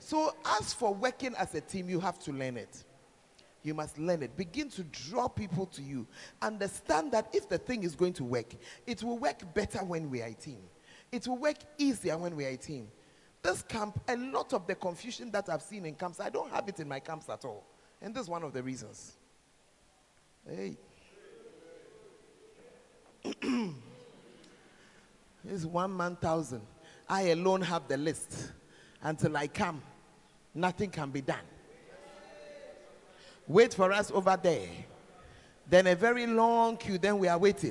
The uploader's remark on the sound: Preached At The 12 Foundations Of The Bacenta Camp